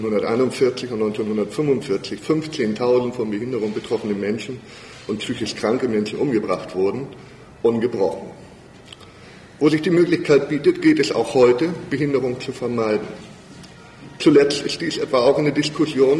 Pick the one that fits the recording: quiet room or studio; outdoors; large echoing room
large echoing room